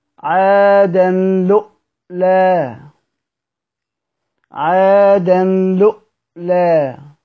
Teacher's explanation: وهمز قالون الواو بعد اللام، همزة ساكنة لؤ كده، لؤ بيهمز، همزة قالون الواو لؤ، همزة ساكنة.